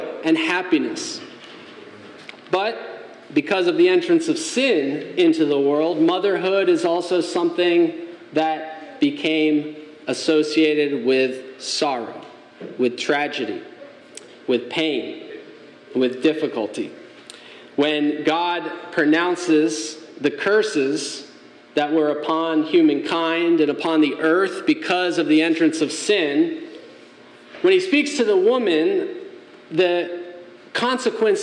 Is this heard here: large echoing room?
yes